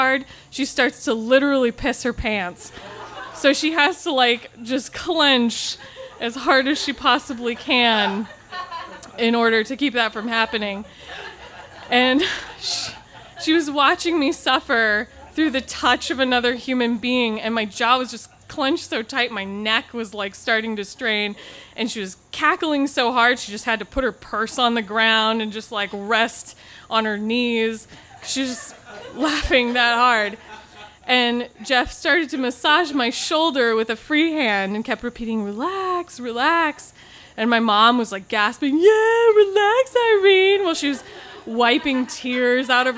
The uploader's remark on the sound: This story was recorded live on 12 September 2017 at Tiger!